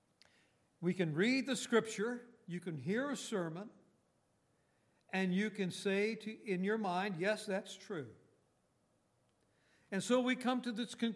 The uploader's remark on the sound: Recorded on October 28, 2018, at Grace Bible Fellowship in Front Royal, VA.